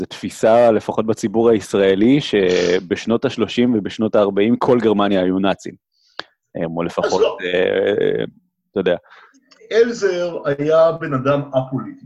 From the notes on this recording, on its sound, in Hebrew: הקלטה דרך זום